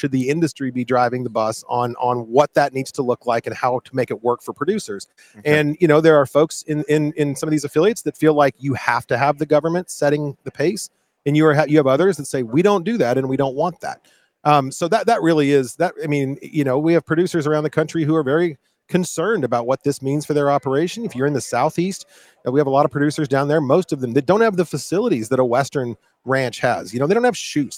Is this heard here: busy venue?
yes